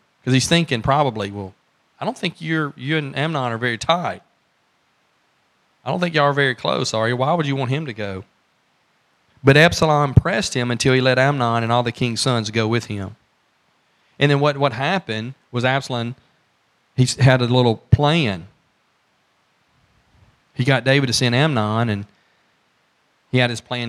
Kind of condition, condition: setting, large echoing room